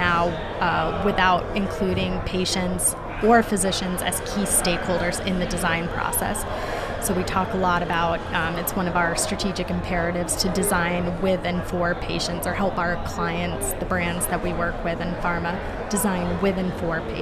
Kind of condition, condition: setting, busy venue